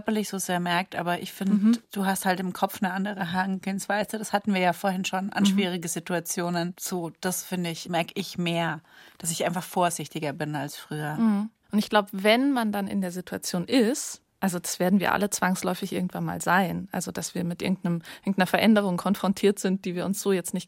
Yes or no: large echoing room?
no